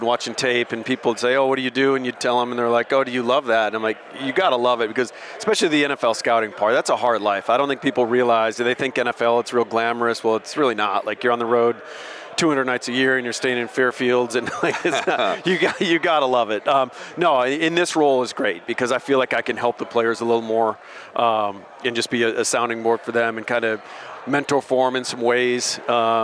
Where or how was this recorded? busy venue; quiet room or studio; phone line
busy venue